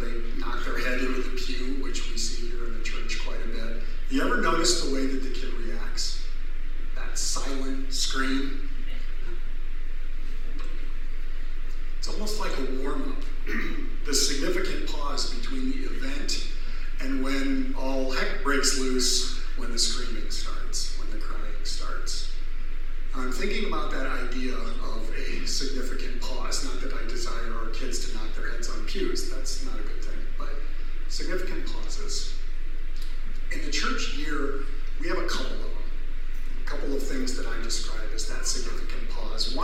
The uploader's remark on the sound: this sermon was recorded live in worship